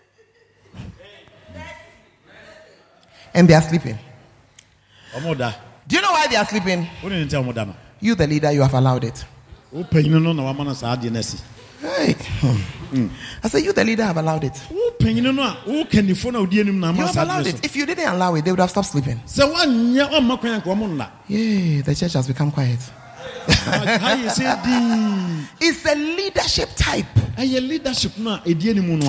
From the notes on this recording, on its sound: preached at Art of Leadership Conference, Nkoranza